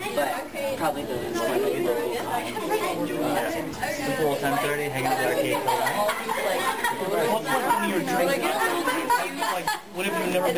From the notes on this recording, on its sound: Live from Colossalcon East.